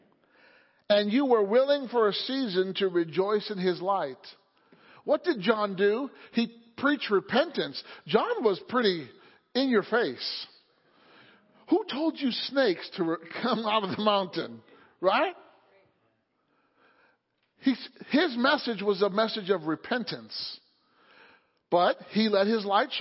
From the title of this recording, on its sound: Sunday Morning Service